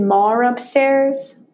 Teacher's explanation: ma upstairs with an R at the end because it's followed by a vowel